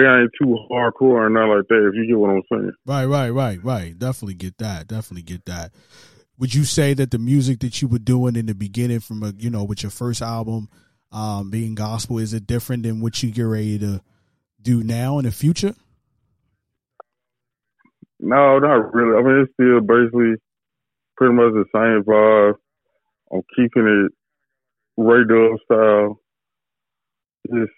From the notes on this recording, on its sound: Gets on the phone. This time we did it live on Power 107.6 The Truth.